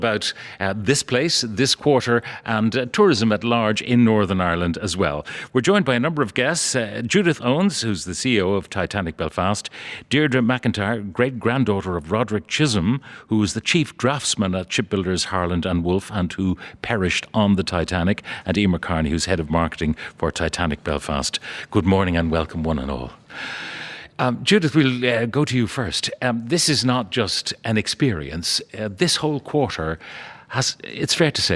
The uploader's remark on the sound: broadcast live from Titanic Belfast